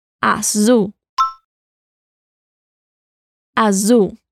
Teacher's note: La L al final suena como una U y la Z suena como una abeja.